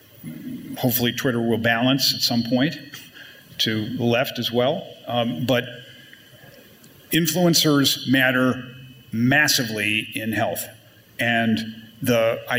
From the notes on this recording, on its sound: Wednesday’s PRWeek Healthcare Conference + Awards in New York marked a new milestone for the brand: its first-ever live podcast